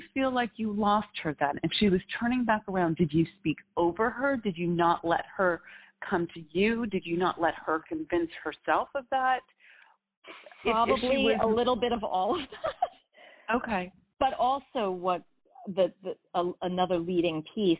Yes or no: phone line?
yes